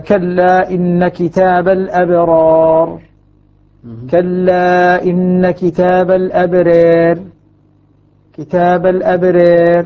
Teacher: الراء سكنت نعم، لكن بقيت ممالة